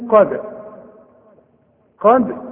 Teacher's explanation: قد الدالة اهي بنقلقلها علشان الشرط بتاعها السكون